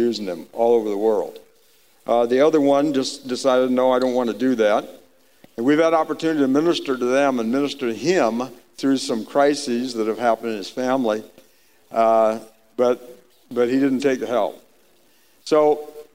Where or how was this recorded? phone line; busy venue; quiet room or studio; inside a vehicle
busy venue